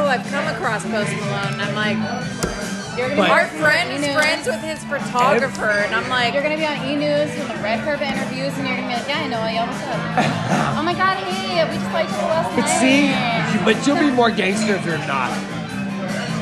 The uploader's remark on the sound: LIVE from The New Potato in downtown HTX